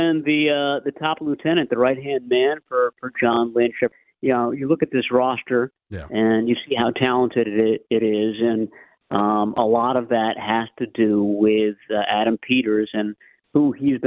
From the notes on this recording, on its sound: take your calls